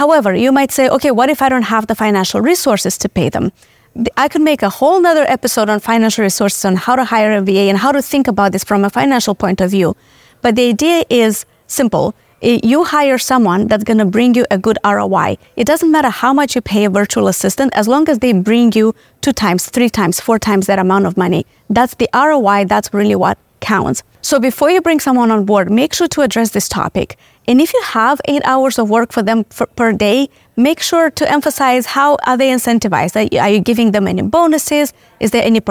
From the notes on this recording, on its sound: Coming to you from the heart of the real estate event Flip Hacking Live. Amid the electrifying atmosphere of this event.